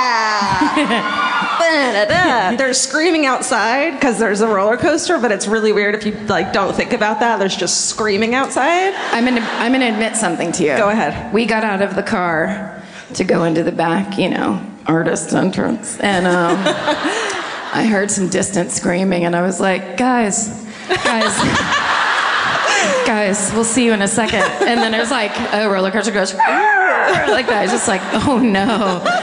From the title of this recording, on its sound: Live at the Hard Rock in Orlando